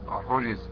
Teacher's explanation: هذا يخطئ فيها البعض فيقلب الزاي سين